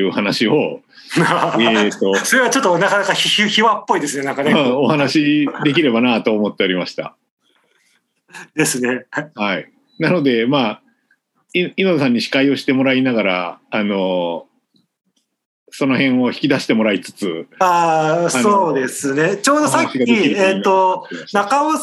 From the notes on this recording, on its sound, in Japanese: みんなでつくる中国山地百年会議 の会員限定で開かれる 市 （オンライン交流会）での公開収録。